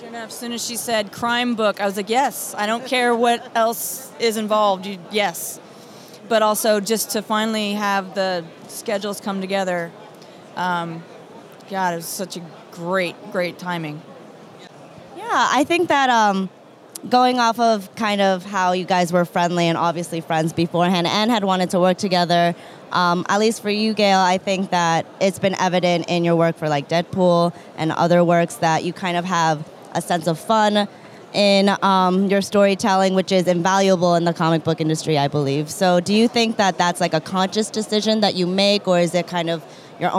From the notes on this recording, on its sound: at New York Comic Con NYCC 2017!